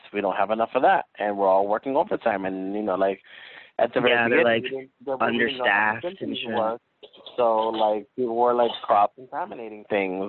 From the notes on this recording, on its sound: This week we phone in as we are all self quarantined in different states.